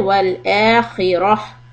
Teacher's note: The ta marbuta becomes ha sound.